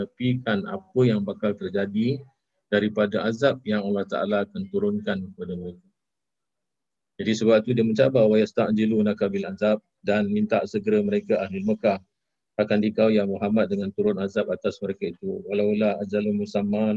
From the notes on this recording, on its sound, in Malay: Rakaman zoom pada setiap Ahad 9.